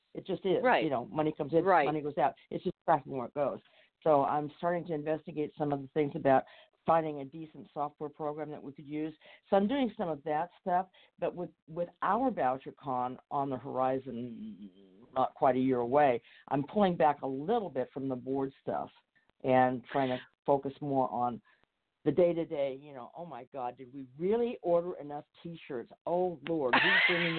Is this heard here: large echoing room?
no